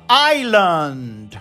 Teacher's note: Ilha, que muita gente fala Island, porque se escreve I-S-L-A-N-D. Na realidade, a gente suprime a letra S e fala Island.